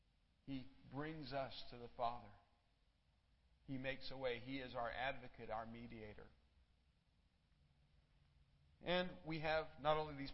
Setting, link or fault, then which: setting, large echoing room